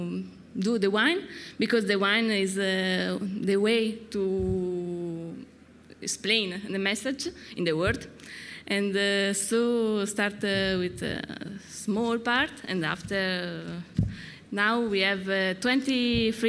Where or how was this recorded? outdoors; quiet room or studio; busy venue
busy venue